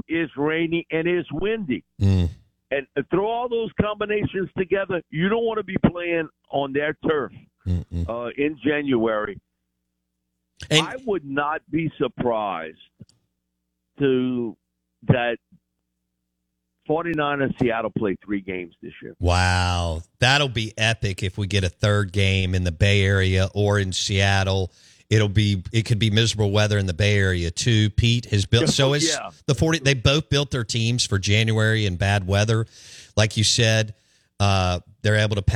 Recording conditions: phone line